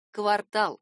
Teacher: запомнить ударение в существительном «квартал». Оно падает именно на последний слог.